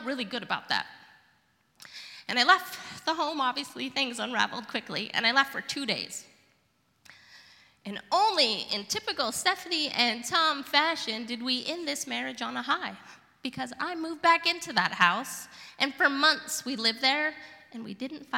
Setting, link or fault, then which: setting, live audience